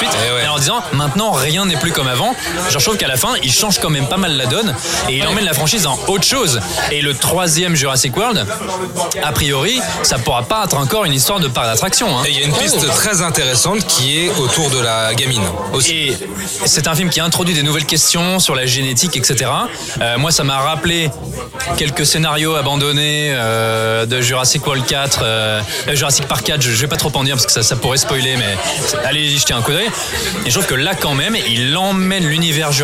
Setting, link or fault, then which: setting, busy venue